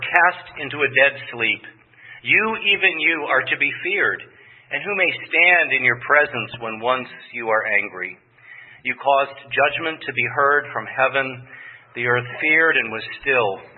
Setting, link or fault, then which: setting, large echoing room